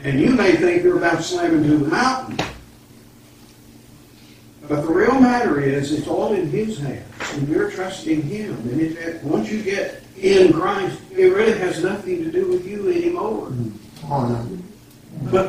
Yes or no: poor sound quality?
yes